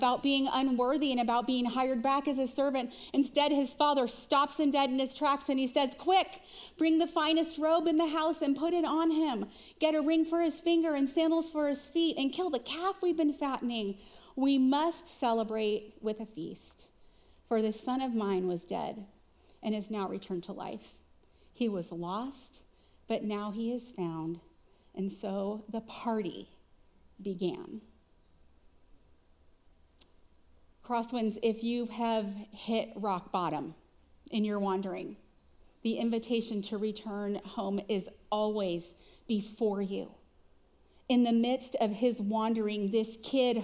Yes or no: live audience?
yes